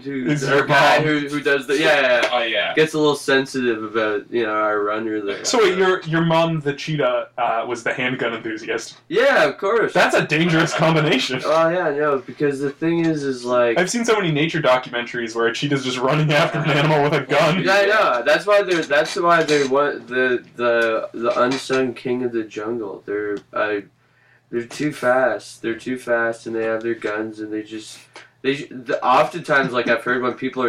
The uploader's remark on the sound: It's a Bad Audio Bonus Episode!